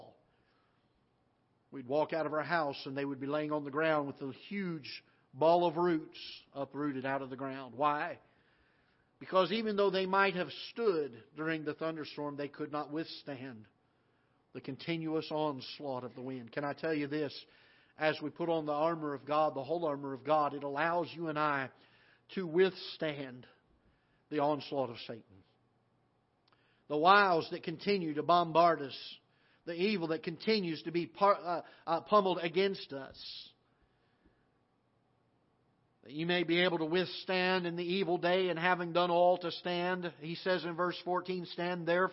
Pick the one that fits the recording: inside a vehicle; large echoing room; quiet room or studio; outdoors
large echoing room